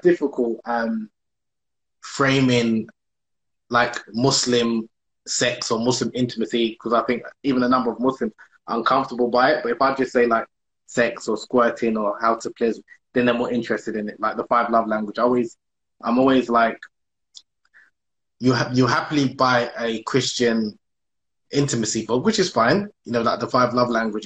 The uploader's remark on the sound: on Instagram Live